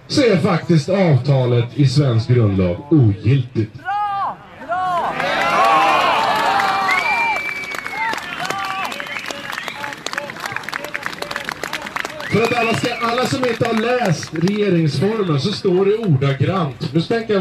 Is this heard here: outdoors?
yes